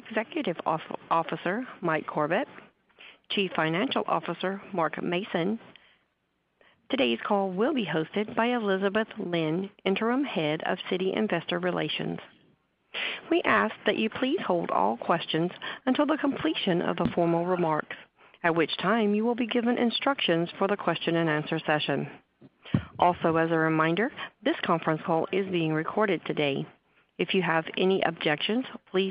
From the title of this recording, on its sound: Earnings Call